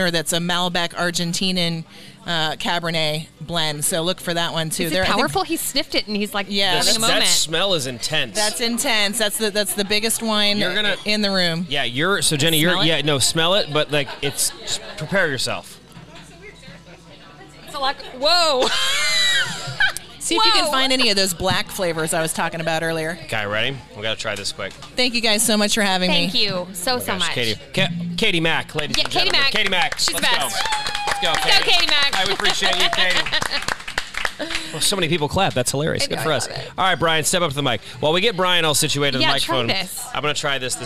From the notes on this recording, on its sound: This episode is our first ever ON LOCATION recording, and we can't thank the incredible staff at SAIL AWAY WINE for hosting us! Sail Away Wine is located in North Kansas City, near the intersection of Swift Ave and Armour Blvd.